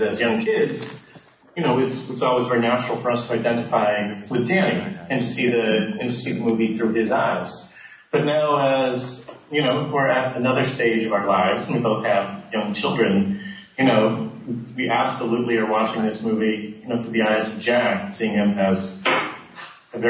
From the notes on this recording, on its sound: New York Film Festival 2012 – Room 237 Press Conference. The following is the press conference recorded.